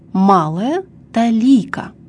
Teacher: Ударение во втором слове падает на второй слог.